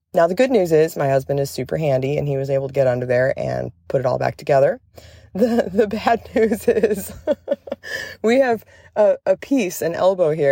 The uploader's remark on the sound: Coming to you LIVE from The Kentucky Horse Park Campground!